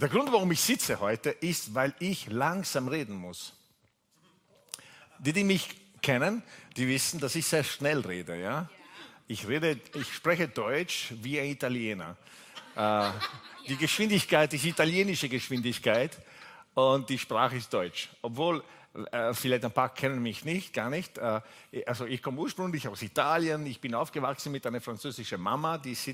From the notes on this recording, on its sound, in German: Gottesdienst live aus der LIFE Church Wien.